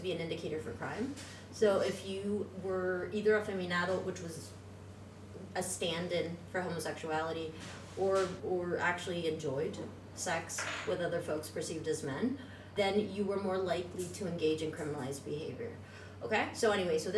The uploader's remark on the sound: Live at Night of Arts and Sciences